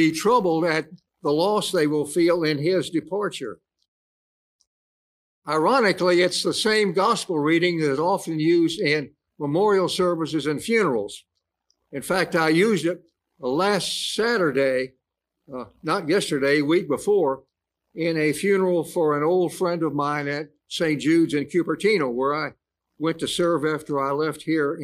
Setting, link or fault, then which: setting, large echoing room